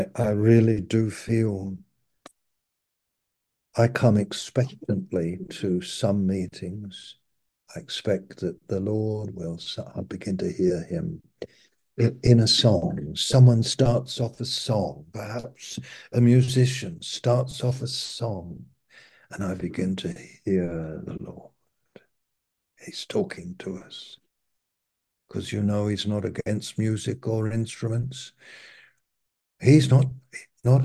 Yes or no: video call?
yes